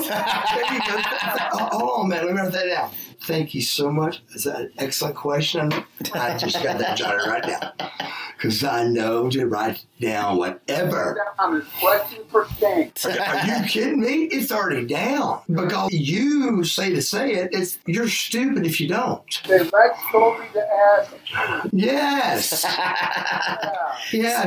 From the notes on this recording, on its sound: AUDIO IS A LITTLE IFFY BUT I ADJUSTED ENOUGH TO WHERE IT IS AIRABLE.